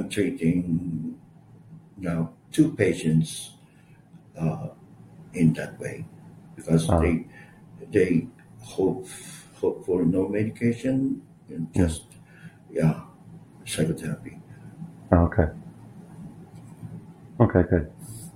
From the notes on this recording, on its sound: Sorry for my audio. I tried new headphones for the first time and neglected to test the audio beforehand.